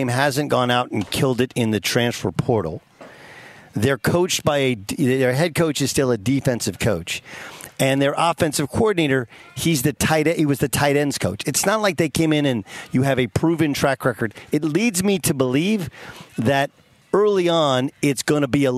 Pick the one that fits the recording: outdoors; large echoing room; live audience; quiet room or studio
outdoors